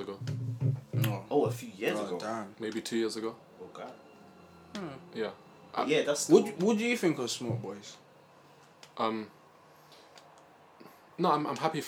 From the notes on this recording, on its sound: poor audio this week due to background noise